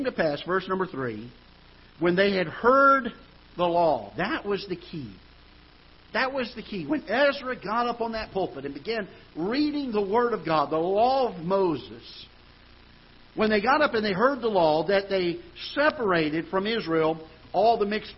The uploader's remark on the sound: Ketha Heights Baptist Church ~ Live Broadcast